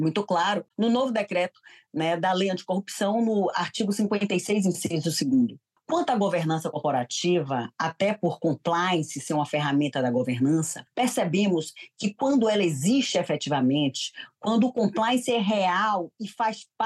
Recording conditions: video call